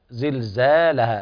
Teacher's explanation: فالألف ليس فيها إمالة ولا تقليل، لا تقول زلزالها، زلزالها بالفتحة كذا، متفق عليها.